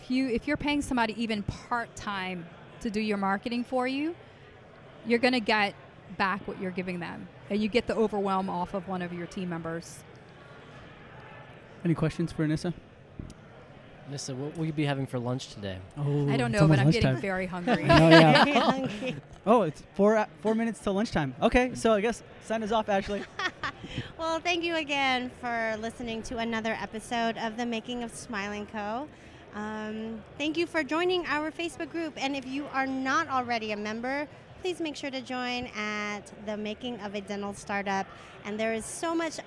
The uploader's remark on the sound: we recorded this episode LIVE from Voices of Dentistry